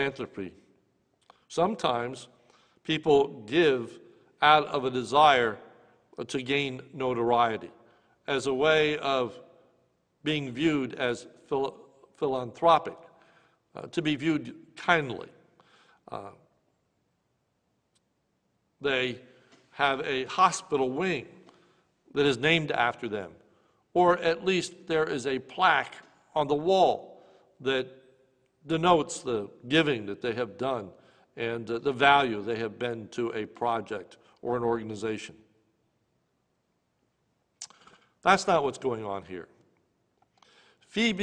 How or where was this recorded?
large echoing room